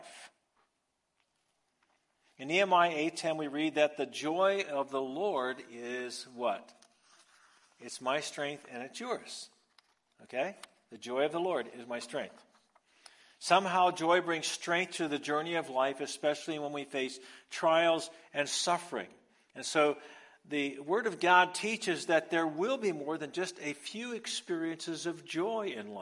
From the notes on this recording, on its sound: Recorded live on Sunday, February 5th